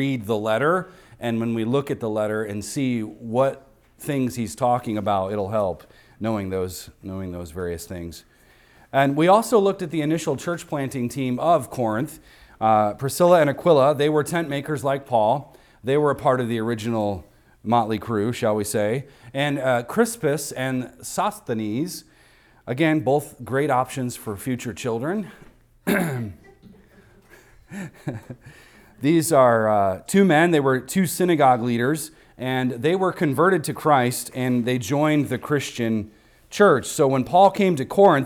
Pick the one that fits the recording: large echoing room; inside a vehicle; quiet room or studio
large echoing room